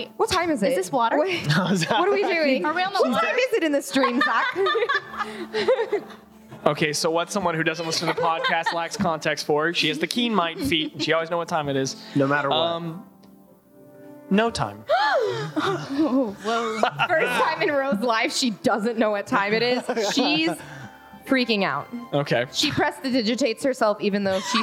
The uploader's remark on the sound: A recording of our Live Show from October of 2022!